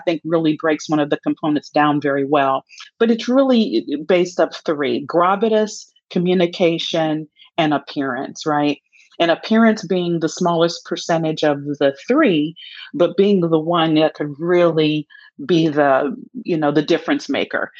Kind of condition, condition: link, video call